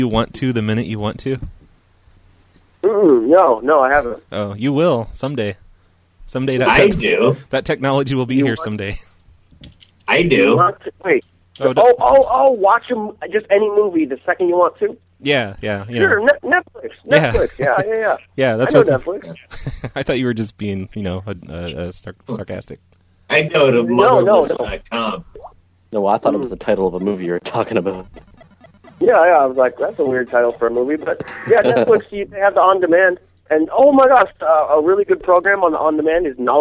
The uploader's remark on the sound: Prank Phone Calls Collection